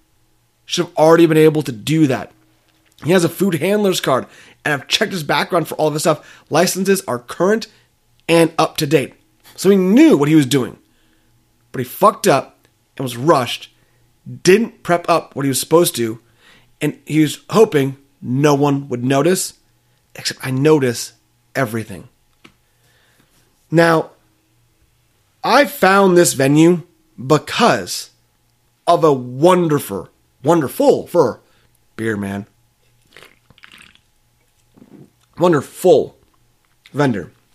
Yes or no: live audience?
no